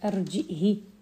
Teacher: يحرك ابن ذكوان الهاء بالكسر أرجئه آه، ولا يصلها فهيقول أرجئه وأخاه أرجئه وأخاه ولا يصلها